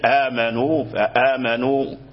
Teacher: فآمنوا كلهم كما ذكرنا اتفقوا على قصره · Term: المد الطبيعي